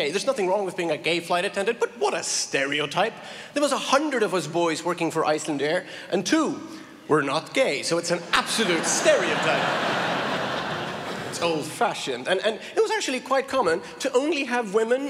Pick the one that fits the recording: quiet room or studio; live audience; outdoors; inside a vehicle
live audience